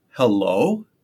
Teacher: And your voice ascends in pitch because you're asking a question.